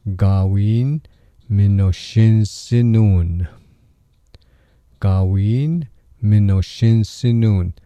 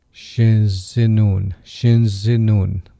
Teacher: That last N on minoshin, it becomes what linguists will say, it becomes nasalized, like it's stuffed up your nose. It's still kind of there, like you just pronounce part of the N sound.